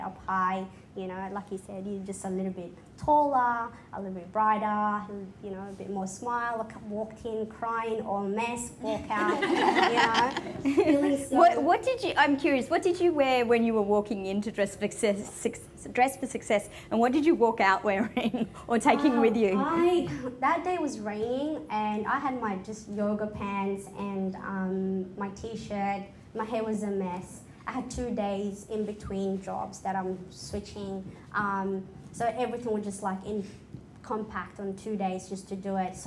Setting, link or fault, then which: setting, live audience